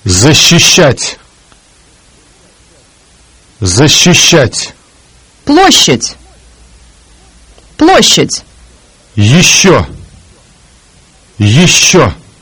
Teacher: The Russian sound is pronounced with the front part of the tongue moved toward the alveolar ridge behind the top teeth, while the middle of the tongue is slightly raised. The sh sound is always long and soft in Russian.